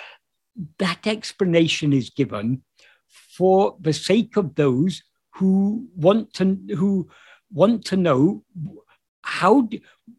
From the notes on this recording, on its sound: In a Zoom meeting